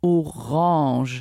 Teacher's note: Nasal bedeutet, dass ich den Vokal sozusagen durch Nuss schwätze.